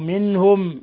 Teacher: منهم نون ساكنة جاء بعدها الهاء، إظهار حلقي